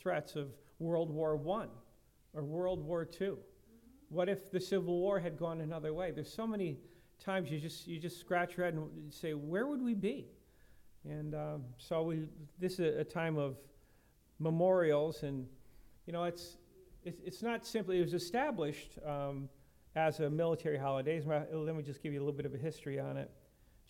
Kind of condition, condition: setting, large echoing room